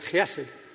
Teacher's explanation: It's pronounced hesed, H-E-S-E-D, with a bit of a guttural on the H, not hesed, but chesed.